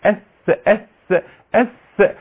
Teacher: اذا البعض اللي بيقلب الثاء الى ظاء او ما يقوله، لا خلي بالك الثاء حرف مرقق في حلية التلاوة، حرف فيه انفتاح اس هكذا، ومفيش هزة في الاوتار الصوتية. لان لما بقول مفيش هزة يعني في صفة همس، يعني جريان عادي، جريان نفس عادي في الحرف اس بس جريان صوت عادي وحرف ضعيف حرف مرقق.